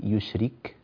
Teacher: يشرك هذا صوت الكاف معها همس، لا تقول ولا يشرك بعبادتي بكتم الكاف هكذا دون إخراج الهواء المصاحب لها بعد نهايتها، فانتبه لذلك وأشكرك بارك الله فيك.